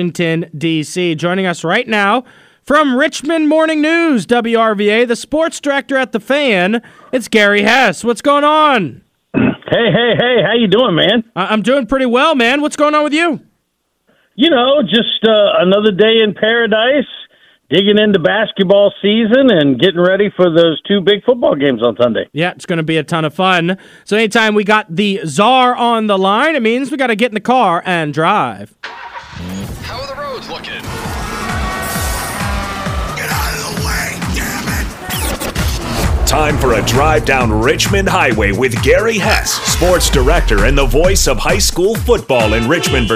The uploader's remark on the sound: we take some calls